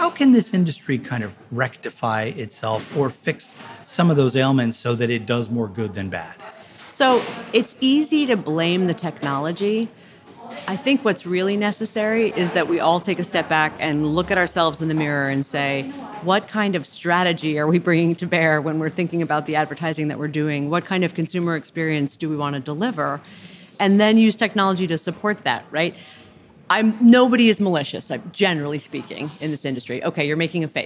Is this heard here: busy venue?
yes